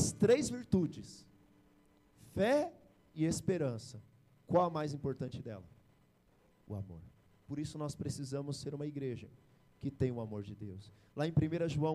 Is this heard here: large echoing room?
yes